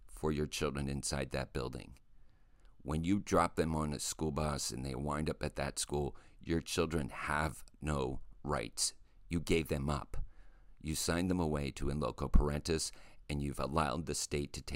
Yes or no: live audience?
no